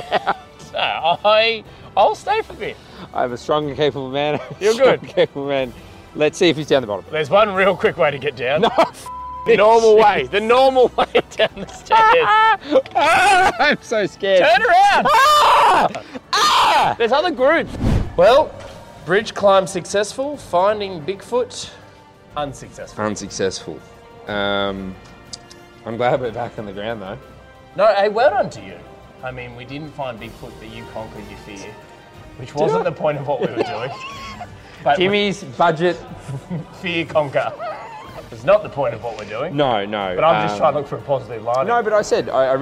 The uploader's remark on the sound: Live From The Sydney Harbour Bridge!